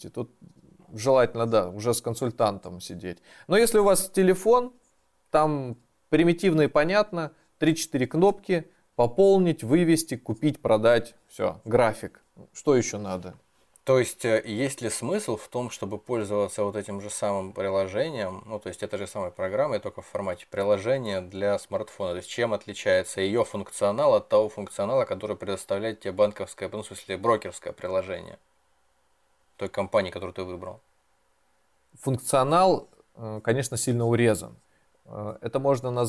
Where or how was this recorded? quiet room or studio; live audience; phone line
quiet room or studio